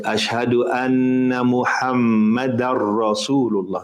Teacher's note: that's tanween or noon, the second, that's followed by a ra. It's also merging with the ra.